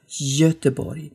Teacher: weil da ein Ö, das schwedische Ö, danach kommt, wird das G eben zu einem J aufgeweicht